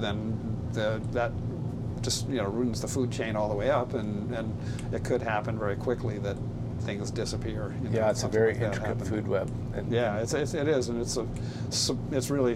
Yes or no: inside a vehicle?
yes